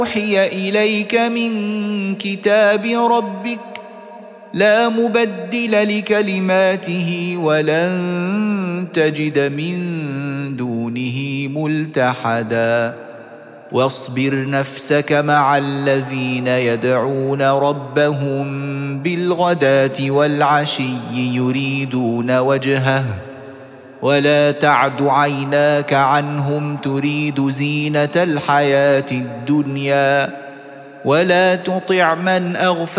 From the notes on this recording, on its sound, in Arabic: سورة الكهف مسجلة في مسجد فاون - بكندا.